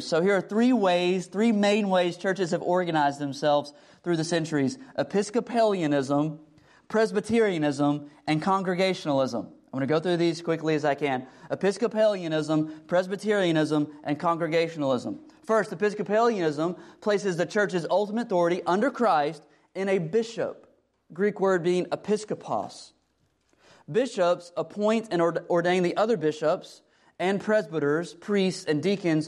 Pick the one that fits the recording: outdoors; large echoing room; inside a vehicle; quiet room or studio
large echoing room